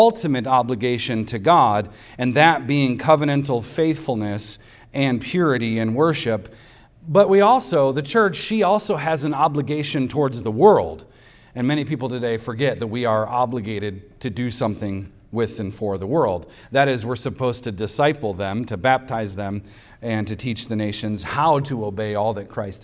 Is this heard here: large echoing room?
yes